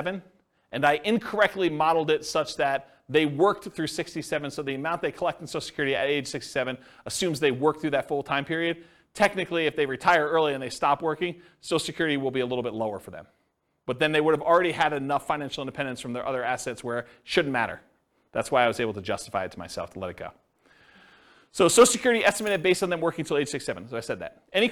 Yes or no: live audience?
yes